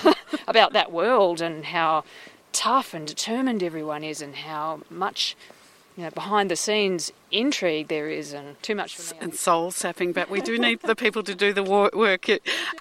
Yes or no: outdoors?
yes